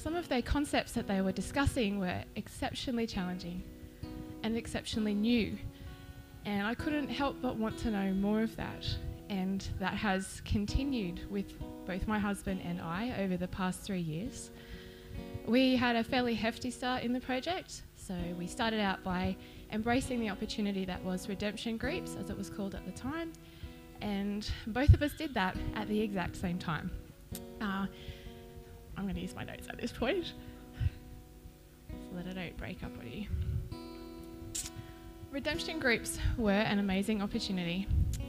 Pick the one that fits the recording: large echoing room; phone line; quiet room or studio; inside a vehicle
large echoing room